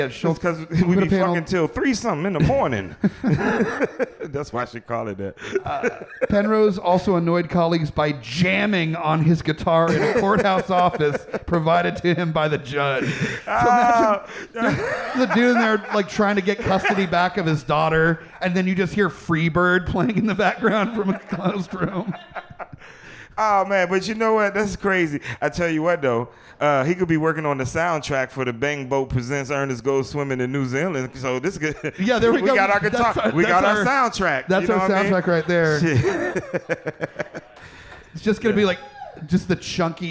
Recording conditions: live audience